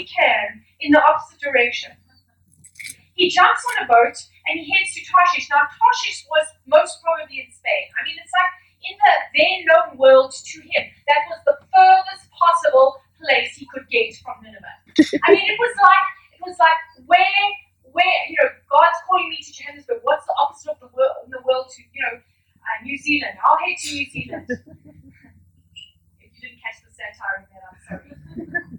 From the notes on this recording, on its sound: We apologise for the poor audio quality.